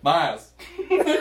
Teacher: I don't feel like I pronounce the L all the time. So I almost feel like I'm saying, Miles.